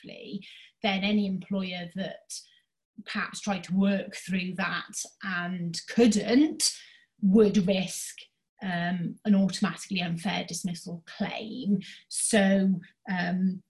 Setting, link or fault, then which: link, video call